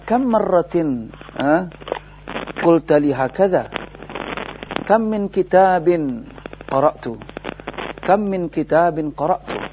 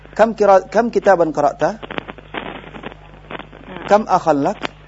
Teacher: intonasinya bukanlah intonasi bertanya, akan tapi intonasinya adalah sifatnya pemberitahuan · Shown in: first take · Term: kam khabariyah